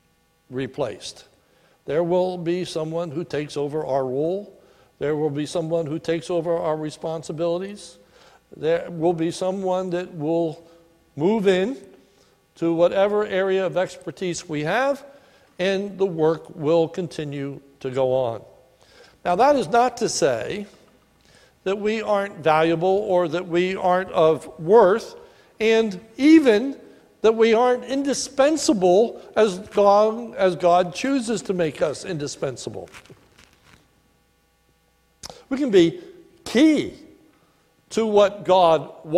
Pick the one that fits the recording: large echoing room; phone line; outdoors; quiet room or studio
large echoing room